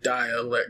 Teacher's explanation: you emphasize the second syllable with your accent